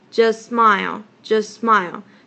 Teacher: just 它的那个 t 的音没有跑出来，而是 j-u-s，然后它直接连那个 s-m-i-l-e · Term: t 直接省略掉